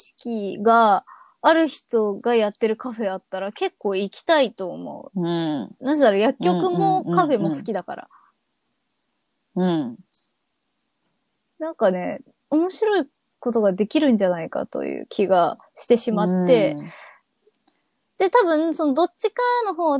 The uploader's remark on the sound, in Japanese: 緊急事態宣言の発出に基づき、リモート環境にて収録しております。ふだんの配信よりも聞きづらい箇所などあるかもしれませんが、あらかじめご理解、ご了承を願えますと幸いです。